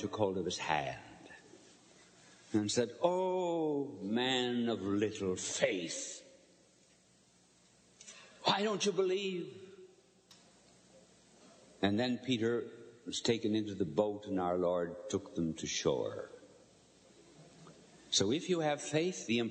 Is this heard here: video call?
no